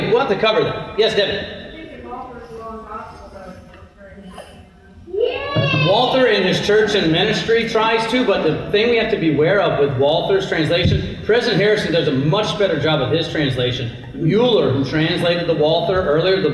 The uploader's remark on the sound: This Bible study was recorded at Zion Lutheran Church in Tomball, TX